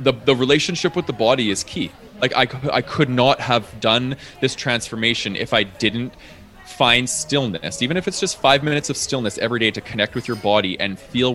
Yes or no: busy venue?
yes